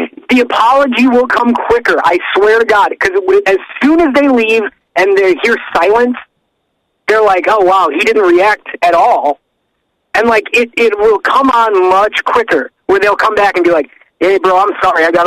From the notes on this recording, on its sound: voice on the phone